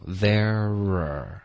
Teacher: 可是应该连读 thereare，然后 are 可以弱读